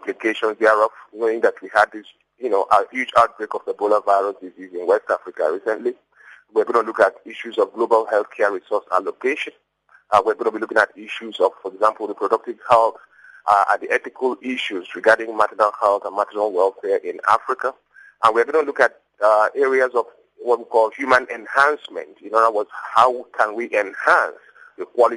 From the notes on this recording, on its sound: Africa Health Conference. Now crossing live to Africa Health, we have on the line.